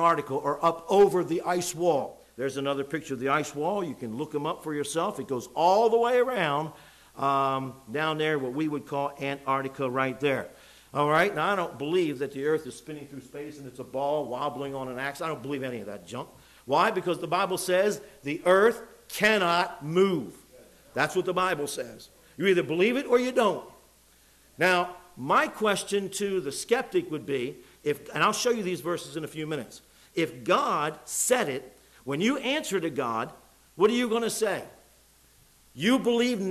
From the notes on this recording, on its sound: It was preached in the evening service